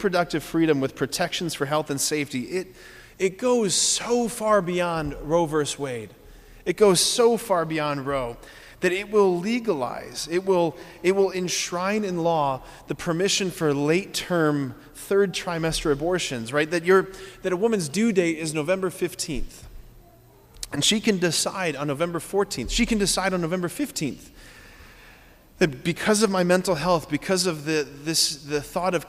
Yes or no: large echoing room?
yes